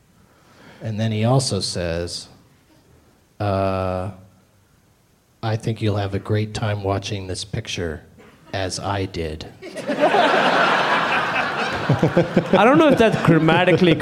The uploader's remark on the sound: Live from Day One of Bumbershoot in Seattle, WA